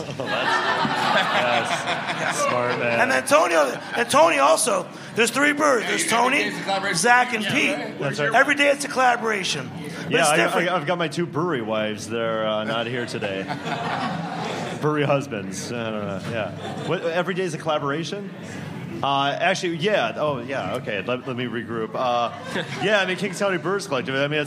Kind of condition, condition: setting, live audience